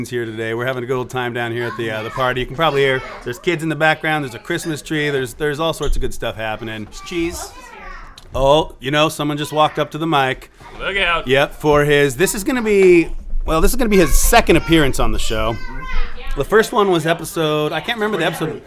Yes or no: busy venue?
yes